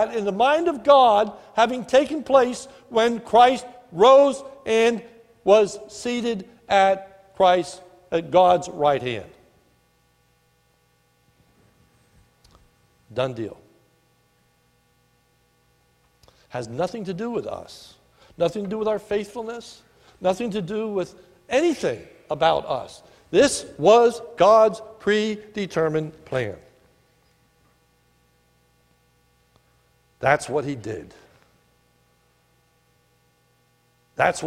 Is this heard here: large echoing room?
yes